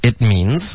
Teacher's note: it 的特会省略,okay? It,means,有一个干脆的停顿